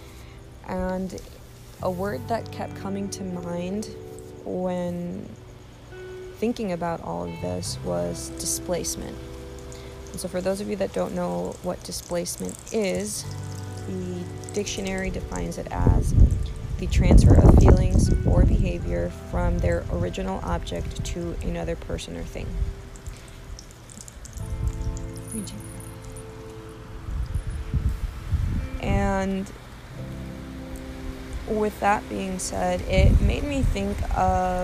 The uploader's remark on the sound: I do apologize for the wind, it definitely wanted to make itself known